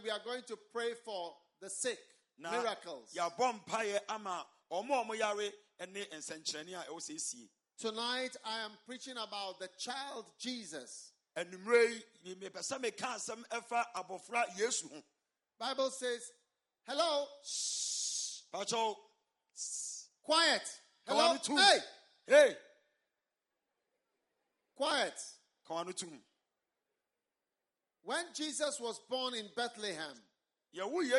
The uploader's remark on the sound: Preached at a Healing Jesus Campaign in Teta, Ghana